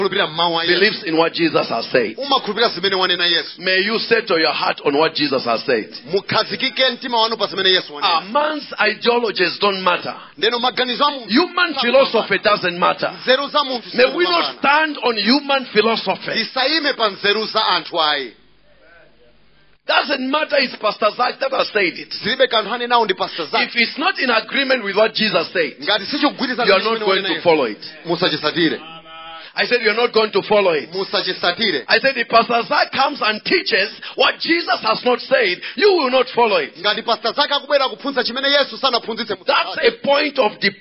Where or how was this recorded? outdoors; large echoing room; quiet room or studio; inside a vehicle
large echoing room